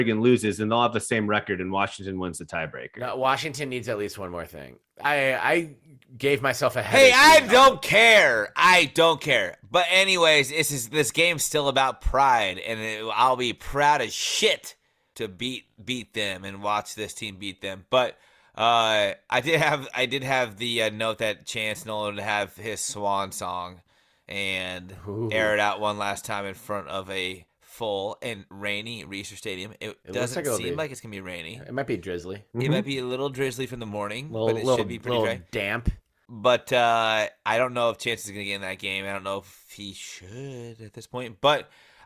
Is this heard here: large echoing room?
no